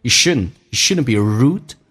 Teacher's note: shouldn't 这个单词一般 dn 组合， d 不发音